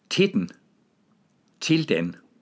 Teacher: det trykstærke ord og så det første af de tryksvage ord smelte sammen rytmisk til, hvad der svarer til et ord